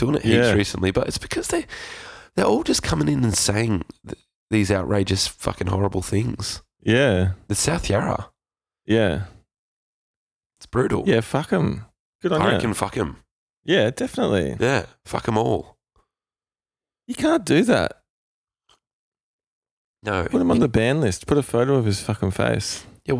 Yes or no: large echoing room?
no